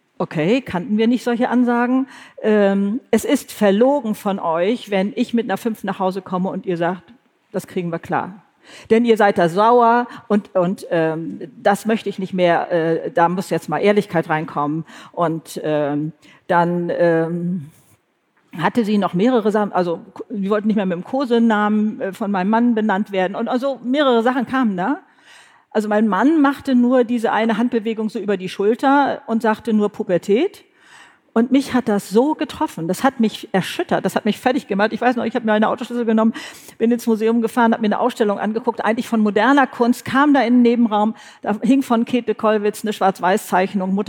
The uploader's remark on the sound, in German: Live vor Publikum! Live-Podcast vom BRIGITTE Academy Job-Symposium. Beim großen BRIGITTE Academy Job-Symposium im September 2019 in Mainz war es so weit.